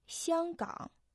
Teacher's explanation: Первый иероглиф «сянг» произносится в первом тоне, означает «аромат», «ароматный». Второй иероглиф «ган» произносится в третьем тоне